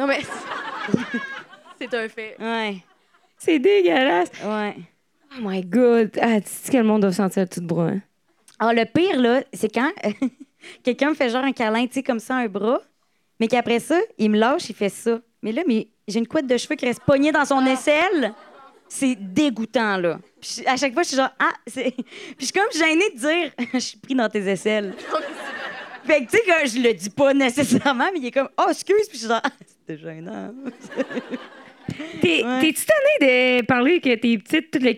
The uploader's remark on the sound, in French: Live à Québec